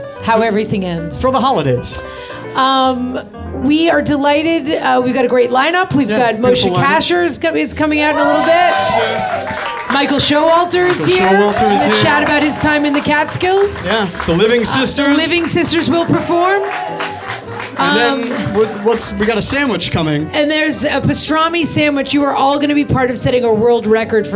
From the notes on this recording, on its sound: "A Catskills Kibitz,” our first ever live Kibitz event, was held at the “World Famous” Kibitz Room at Canter’s Deli in Los Angeles on the second night of Hanukkah